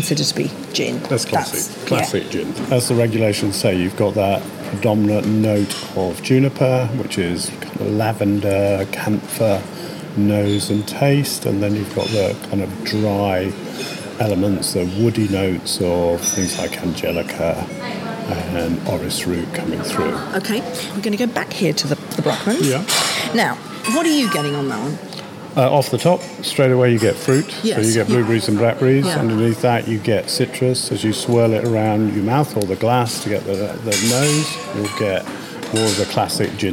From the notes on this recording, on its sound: Celebrates the 10th anniversary of one of the fastest growing super premium gins in the UK at the busy Bar Bohemia in Brighton.